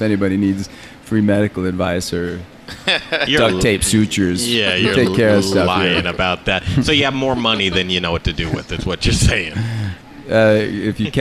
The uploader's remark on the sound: The Modern Eater Show live from the Stanley Marketplace! This unique brewery is in the heart of the Stanley!